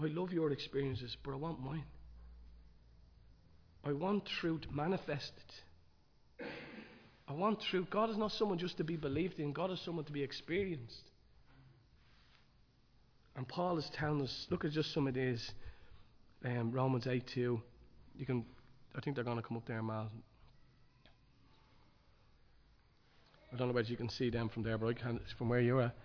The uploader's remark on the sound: Recorded live in Liberty Church on 26 March 2023